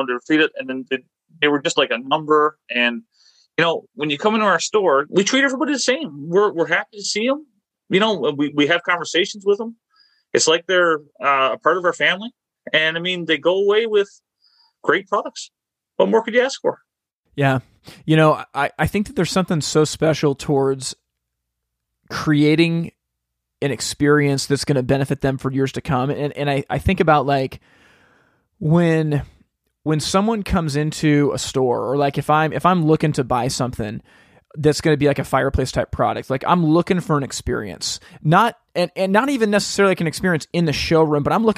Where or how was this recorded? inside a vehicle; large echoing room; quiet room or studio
quiet room or studio